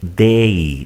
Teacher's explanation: El pronombre they tiene dos sonidos juntos, they, sonidos vocálicos, e, i.